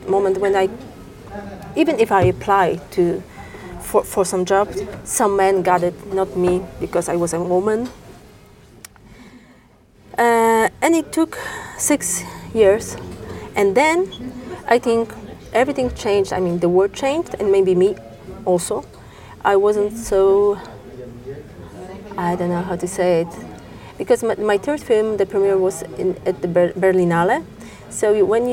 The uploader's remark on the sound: We recorded this in a hotel lobby, so the audio may not be as clean as I would like it to be